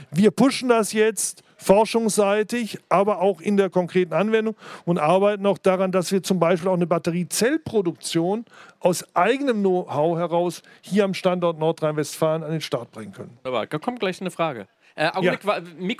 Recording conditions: busy venue